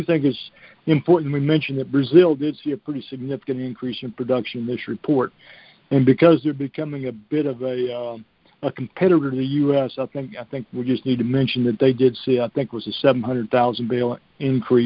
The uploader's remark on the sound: Monthly Conference Call